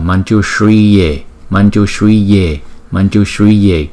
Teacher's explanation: Chữ S có dấu sắc chúng ta đọc là S S S, và chữ Y có dấu gạch ngang chúng ta đọc kéo dài hai nhịp so với chữ Y bình thường không kể, không có dấu gạch ngang, thì chúng ta đọc là Manjushriye Manjushriye Manjushriye.